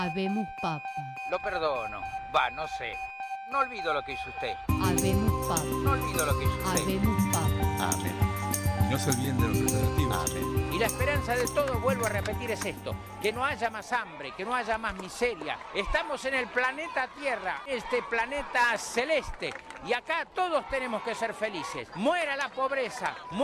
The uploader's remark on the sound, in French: De Radio Campus Tours, lors de la 19ème édition du festival Longueur d'Ondes à Brest.